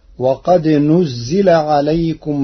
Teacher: قرأ ورش كلمة نزل بضم النون وكسر الزاي